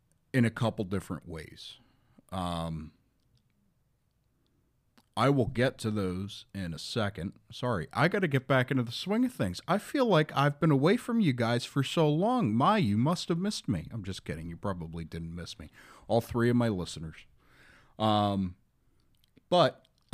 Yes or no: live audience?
no